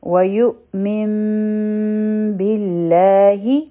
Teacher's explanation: هر کله د میم ساکن نه پس باراشي نو اهل تکي مونږه د میم اخفا کوو · Term: د میم ساکن اخفا